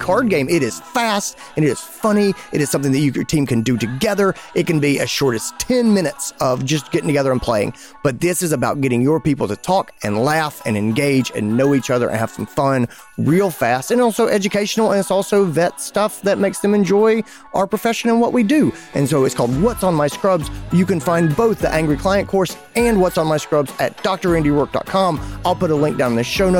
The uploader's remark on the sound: Over the Phone.